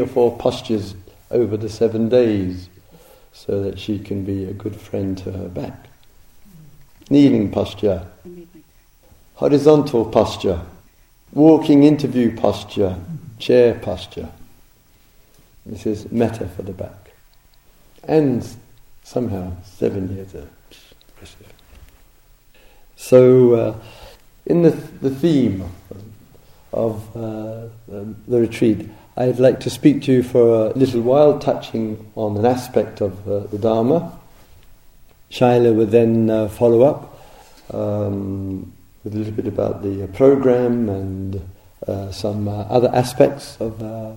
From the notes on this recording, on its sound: Dharma Talk recorded at the Spirit Rock Meditation Centre, USA, October 2007.